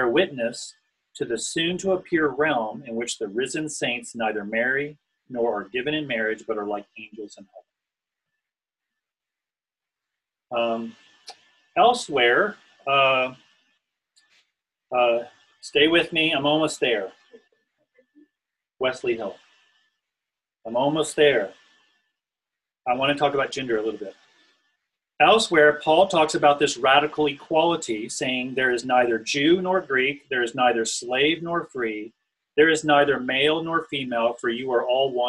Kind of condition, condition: link, video call